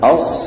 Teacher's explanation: إذن هذا صورة حقا للحرف المطبق من حيث انحصار الصوت بالحرف المطبق بين اللسان والحنك الأعلى مع التحرك العضوي